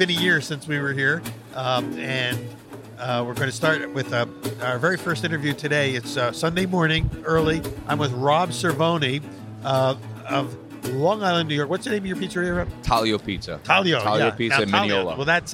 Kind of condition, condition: setting, busy venue